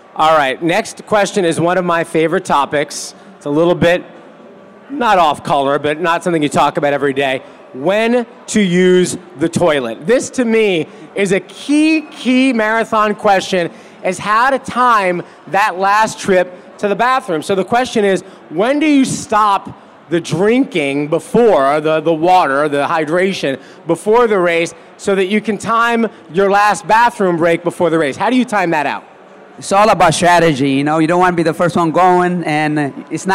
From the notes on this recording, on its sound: Live from The TCS New York City Marathon Expo Presented by New Balance. Take live questions.